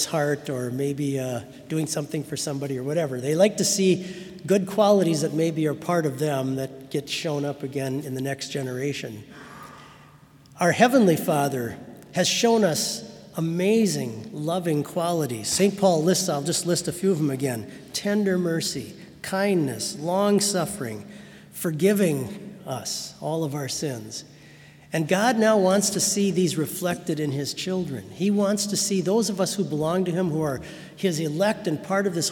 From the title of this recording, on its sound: Sermon from BLC Chapel